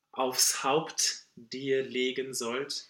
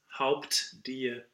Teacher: So we really fully release the T of Haupt.